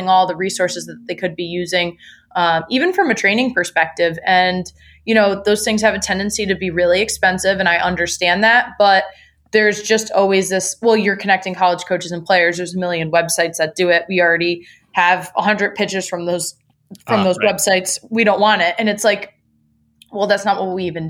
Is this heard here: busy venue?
no